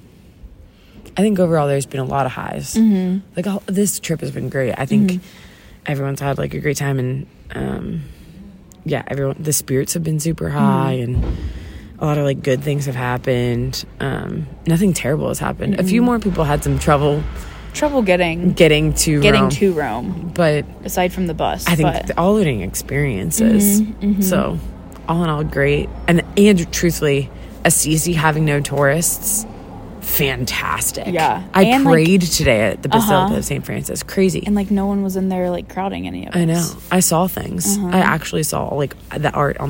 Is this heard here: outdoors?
yes